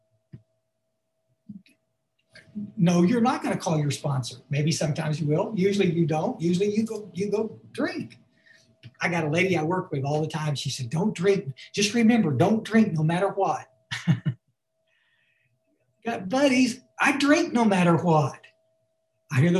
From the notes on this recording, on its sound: Barnsley UK Zoom meeting on 5-19-2021